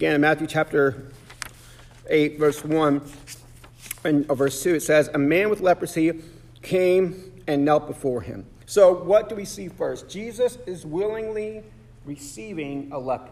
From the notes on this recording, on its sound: Sermon preached on January 7, 2024 at The Salvation Army Augusta Kroc